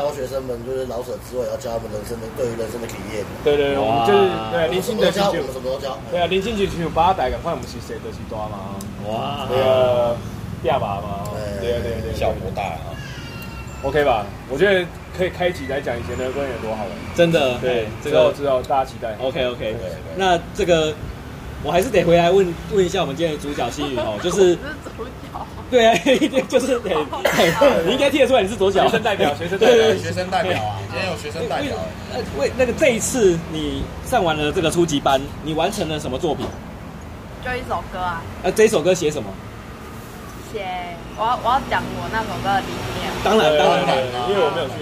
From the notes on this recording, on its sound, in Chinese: 錄音地點：台南 牽咖啡